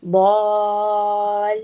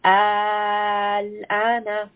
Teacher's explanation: I right away just did the med, and then I moved to the lam with the sukun. · Shown in: second take · Term: mad lazim kalimi mukhaffaf